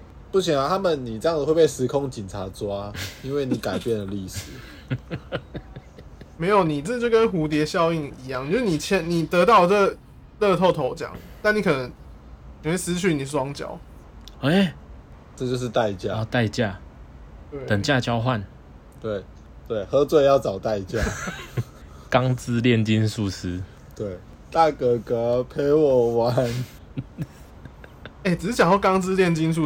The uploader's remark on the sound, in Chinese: 分隔三地錄音。有些咳嗽聲、音質不佳請見諒！